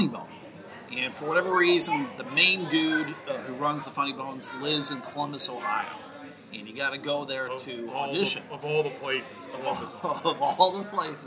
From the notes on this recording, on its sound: Recorded at Harmony Brewing Company in Grand Rapids, Michigan, on Sunday, October 20th, 2019.